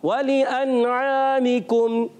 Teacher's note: واو کو ہونٹوں کی گولائی سے، لام کو کھینچنا نہیں ہے، بغیر کھینچے ادا کریں گے، حمزہ کو خوب واضح کرنا ہے